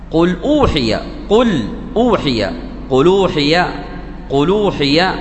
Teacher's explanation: حول الحركة إلى ساكن قبلها ثم تسقط الهمزة · Term: نقل فإسقاط